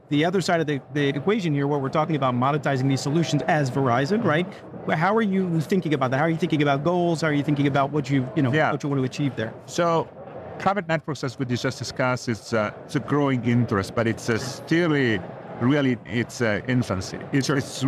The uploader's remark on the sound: Included are our new TGI Open Mic segments where attendees at MWC gave us their viewpoints on everything they were hearing, thinking and seeing at the conference.